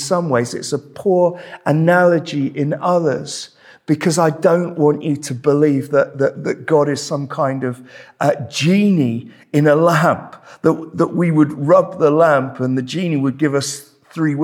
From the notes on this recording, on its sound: This sermon was preached at Welcome Baptist Church on Sunday 21st May 2023